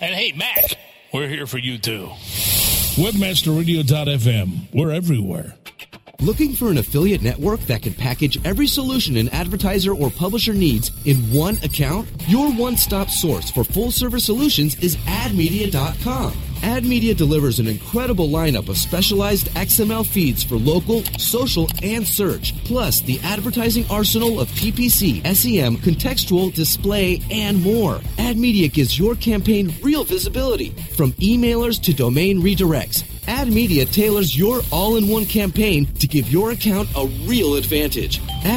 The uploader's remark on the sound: broadcasts on location from the Wappow Search and Social Conference in Hawaii